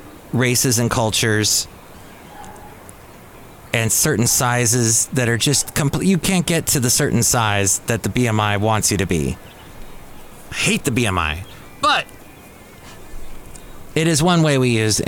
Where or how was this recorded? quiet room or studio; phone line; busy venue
busy venue